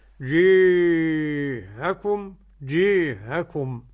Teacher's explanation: بالتسهيل مع المد ست حركات والقصر